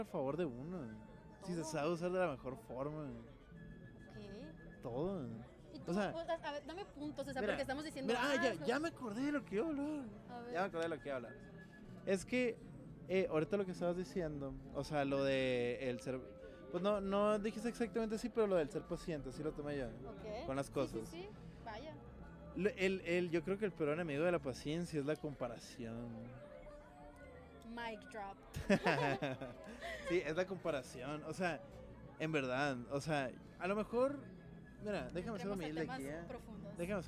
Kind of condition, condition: setting, busy venue